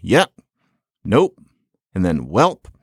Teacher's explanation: It's just that when we want to indicate a certain finality, when we want to indicate a certain wrapping up, a certain crispness of intent, then we close our mouths. So I guess we're not very Iroquois because we put our lips together.